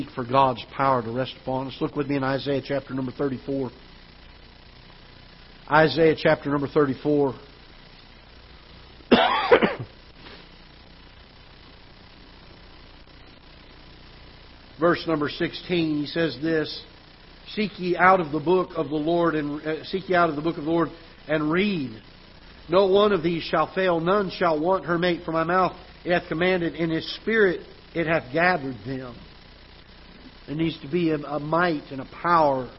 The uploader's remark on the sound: Ketha Heights Baptist Church ~ Live Broadcast